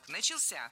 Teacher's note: в слове «начался» ударение падает на третий слог